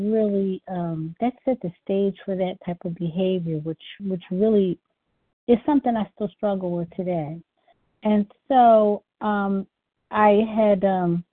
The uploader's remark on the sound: 100 Pounders Phone Meeting